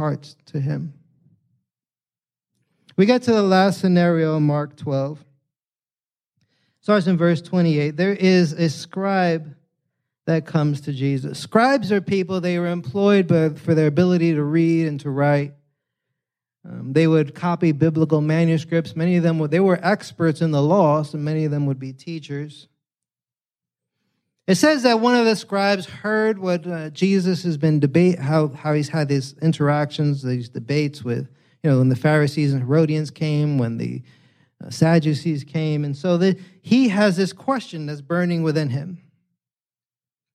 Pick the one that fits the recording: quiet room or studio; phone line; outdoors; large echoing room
large echoing room